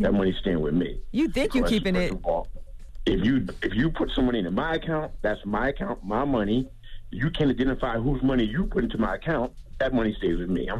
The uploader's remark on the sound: we opened up the phone lines